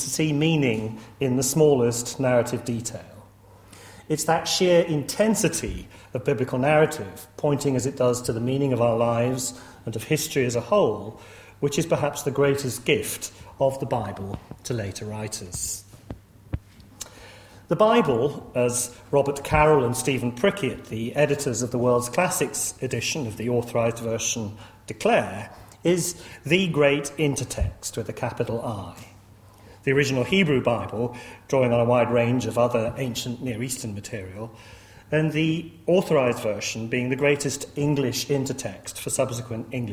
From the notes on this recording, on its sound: lecture series held at Corpus Christi College